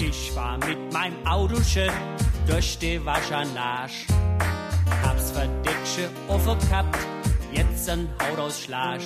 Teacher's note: Sehr viel SCH, also SCH sollte man sehr weich und ausgiebig benutzen